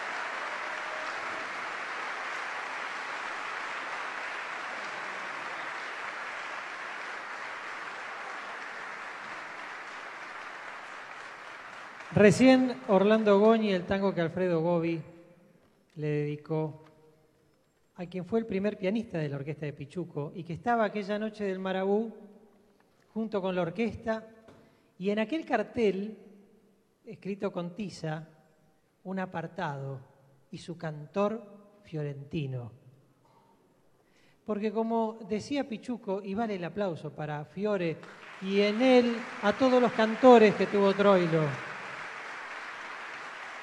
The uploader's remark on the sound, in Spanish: Transmisión del TangoBA Festival y Mundial desde Usina del Arte.